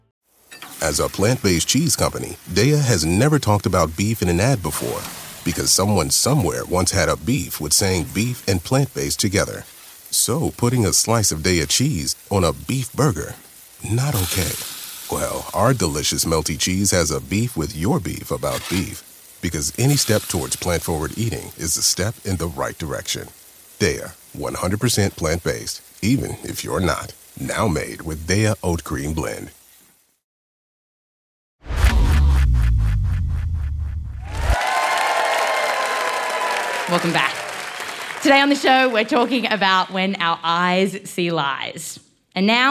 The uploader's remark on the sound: Recorded live at the Beaker Street Festival in Tasmania.